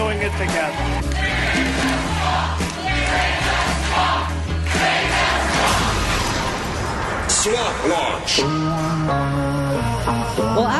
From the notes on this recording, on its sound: LIVE From BJ's In Orange. Live at BJ's Restaurant and Brewhouse in Orange.